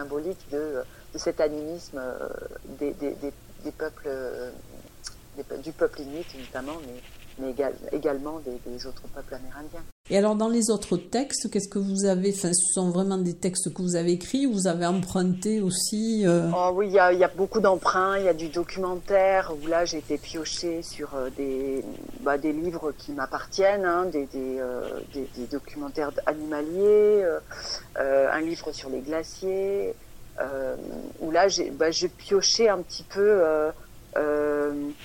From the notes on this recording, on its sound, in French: Interview téléphonique